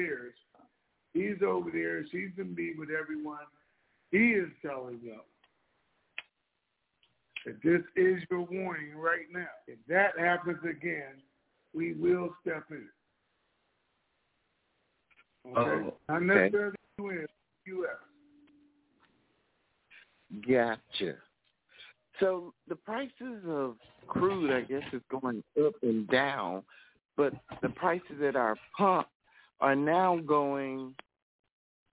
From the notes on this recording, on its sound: TNTSuperfantastic Conference Call